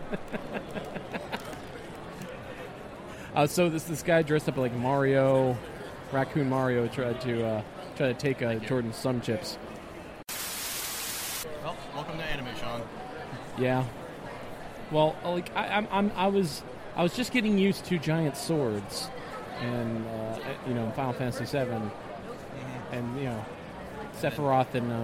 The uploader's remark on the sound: We continue our coverage live from the floor of Awesome Con 2016!